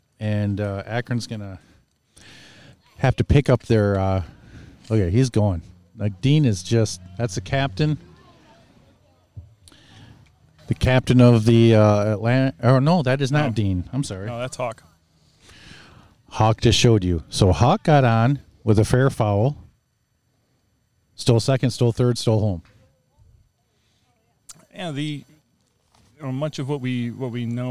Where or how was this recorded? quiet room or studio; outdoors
outdoors